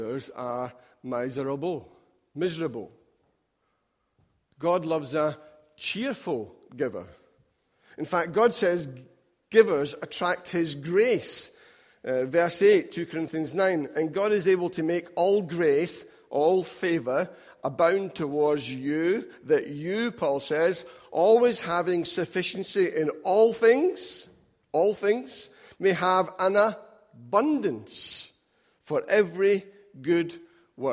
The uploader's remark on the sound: Recorded at freedomcentre church, Preston on Sunday 7th October 2018